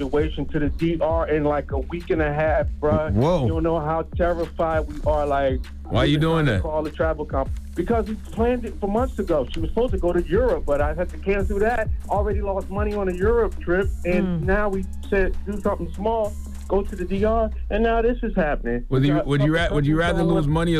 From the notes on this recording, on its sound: we opened up the phone lines to see if our listeners thought